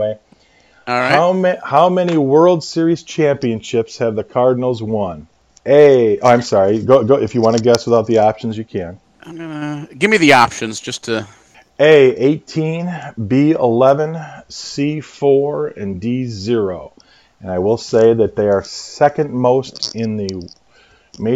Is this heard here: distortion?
yes